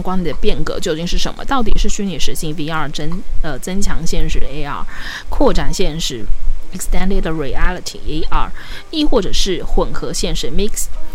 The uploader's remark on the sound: P.s錄這集的時候不小心忘記關電風扇，所以可能一直會有一個雜音在這個錄音單集裡面. When recording this episode, I accidentally forgot to turn off the electric fan, so there may always be a noise in this recording episode.